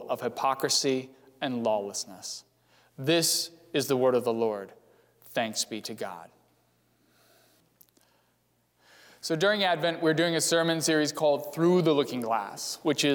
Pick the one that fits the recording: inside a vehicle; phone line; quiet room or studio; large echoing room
large echoing room